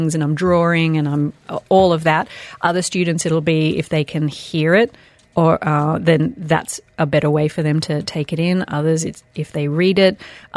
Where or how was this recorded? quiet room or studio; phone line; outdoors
quiet room or studio